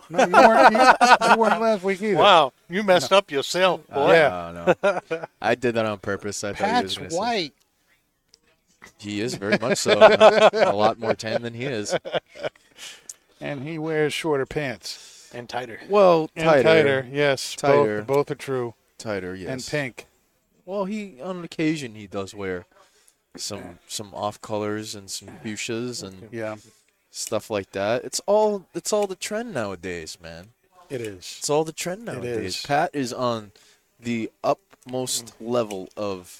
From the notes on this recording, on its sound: Recorded live from the 7-20-4 Lounge!